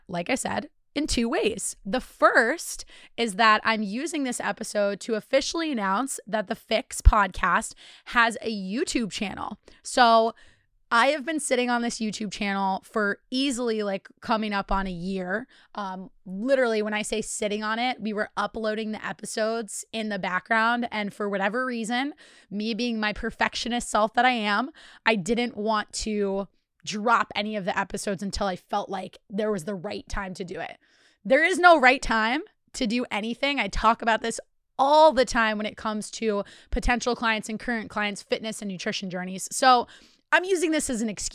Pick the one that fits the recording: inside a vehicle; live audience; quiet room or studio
quiet room or studio